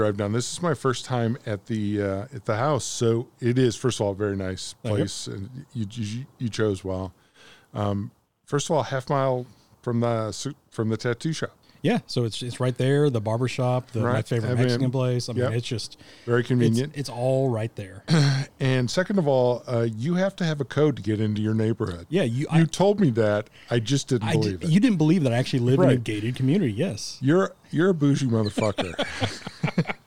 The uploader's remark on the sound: We Take The Show Outdoors.